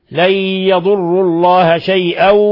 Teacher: نون ساكنة جاء بعدها الياء إضغام بغنة